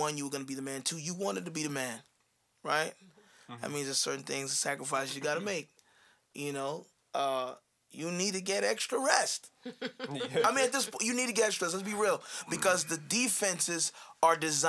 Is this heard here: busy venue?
no